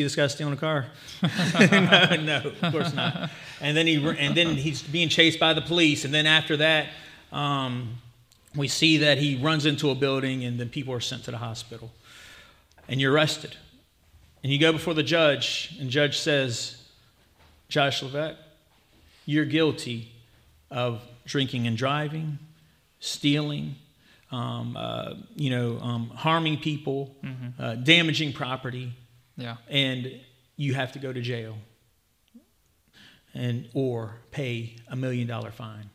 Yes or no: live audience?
yes